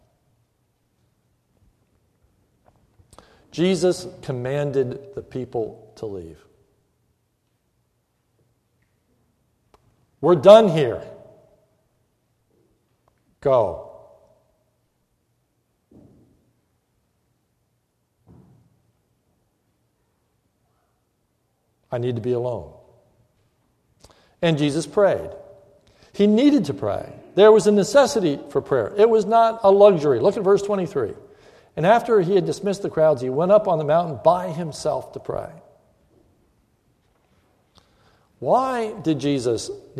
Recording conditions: large echoing room